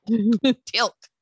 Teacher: Did you hear the glottal stop?